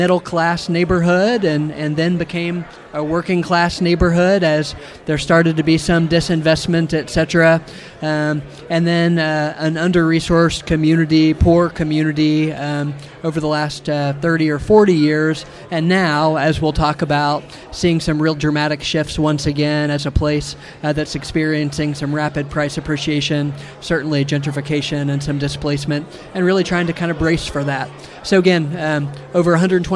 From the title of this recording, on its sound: Live at CCDA